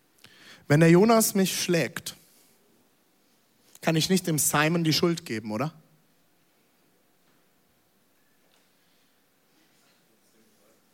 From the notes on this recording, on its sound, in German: Audiomitschnitt der Predigt.